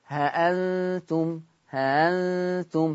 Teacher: الهمزة المسهلة لا هي تتحقق ولا هي تطلع حرف هاء